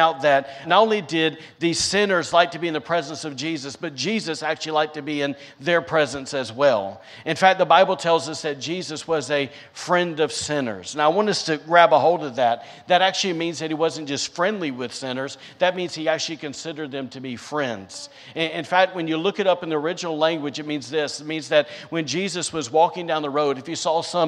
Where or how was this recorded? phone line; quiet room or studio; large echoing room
large echoing room